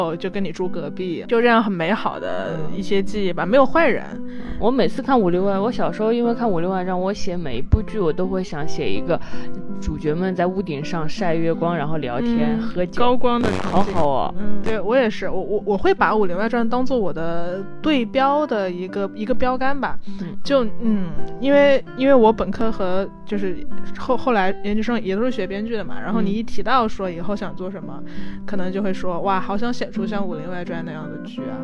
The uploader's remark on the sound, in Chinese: 本期是我们在床上拿着话筒录的，有电流声